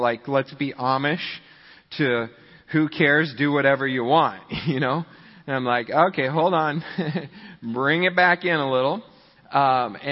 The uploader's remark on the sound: Midland Evangelical Free Church Sermon Audio. Midland, MI.